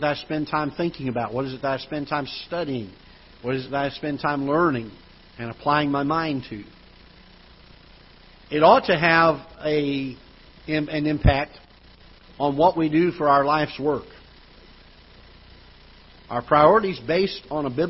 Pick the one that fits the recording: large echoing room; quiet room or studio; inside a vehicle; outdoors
large echoing room